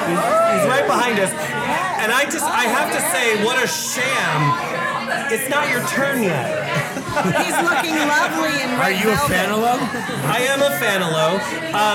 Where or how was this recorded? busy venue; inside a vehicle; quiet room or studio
busy venue